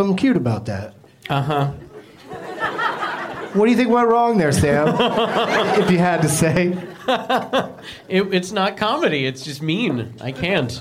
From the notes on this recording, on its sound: Live from the Orlando Improv